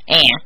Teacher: The a sound has a tendency to sound a little nasal all on its own